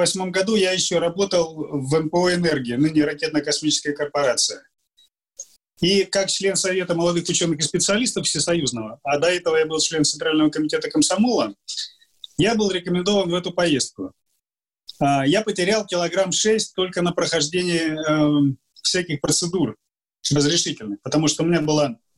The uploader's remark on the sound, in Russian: Данный подкаст записан с помощью Zoom